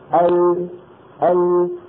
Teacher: فيضطر الصوت أن ينحرف بعضه عن يمين اللسان وبعضه عن يسار اللسان ليتابع طريقه وخروجه إلى خارج الفم. فاللي عم ينحرف ما هو اللسان، اللي عم ينحرف هو الصوت، الصوت عم ينحرف، بيكون طالع هيك بيلاقي الطريق مسدود بيروح بينحرف يمين ويسار وبيتابع خروجه إلى الخارج. · Term: اللام